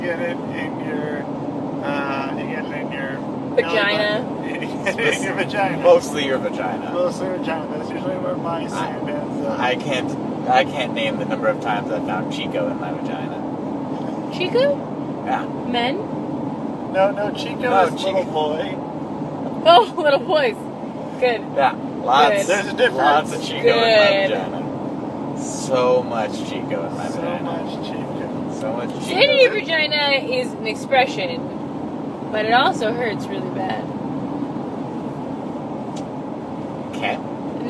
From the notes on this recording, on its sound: We are on a drive to Canada as usual and recorded one in the car!